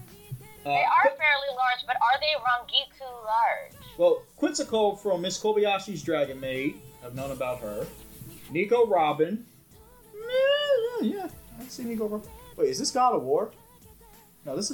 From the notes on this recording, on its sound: Despite some technical difficulties